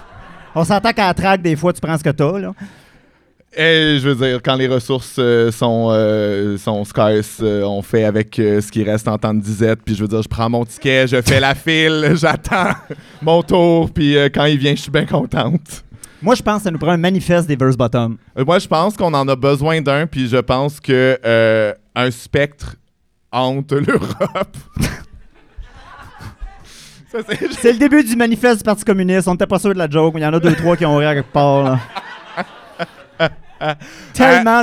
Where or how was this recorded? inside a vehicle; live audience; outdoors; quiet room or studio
live audience